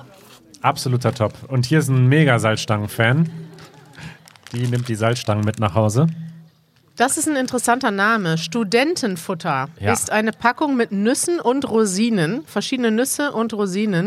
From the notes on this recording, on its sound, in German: Wir machen den großen Süßigkeiten-Test — live vor Publikum in Berlin.